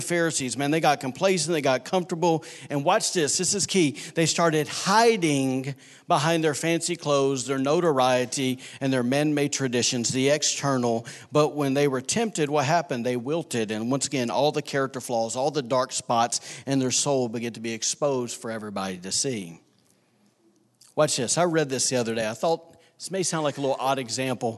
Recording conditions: large echoing room